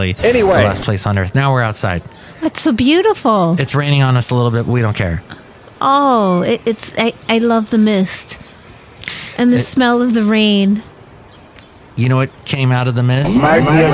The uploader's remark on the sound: podcasts live from Café Anyway